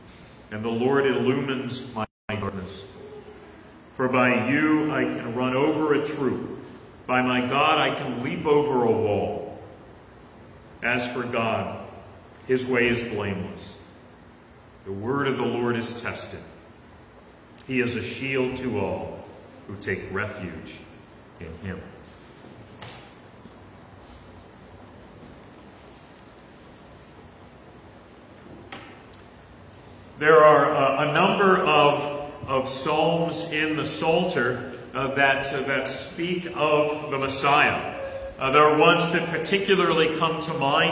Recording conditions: live audience